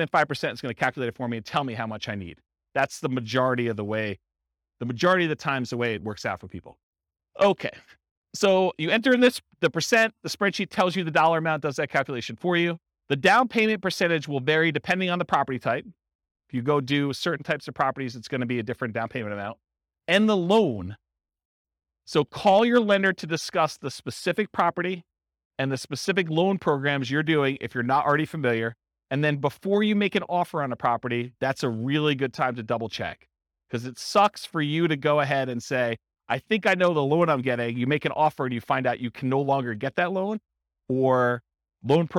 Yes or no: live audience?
yes